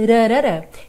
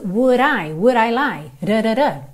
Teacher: Do inglês americano, no inglês americano se faz muito isso, esse D vira R, que é um contato muito rápido da língua com o céu da boca